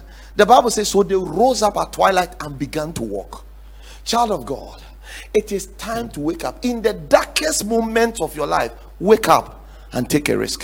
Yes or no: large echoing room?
yes